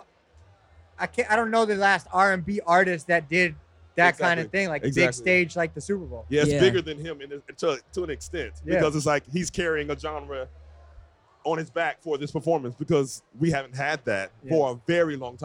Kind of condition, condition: setting, busy venue